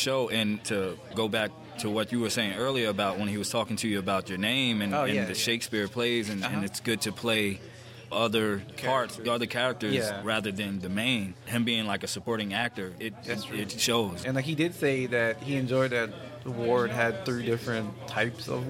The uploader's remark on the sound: maybe it was more of a podmash at THE BEST comic and games store around - The Battlegrounds Games and Comics in Dalton, GA!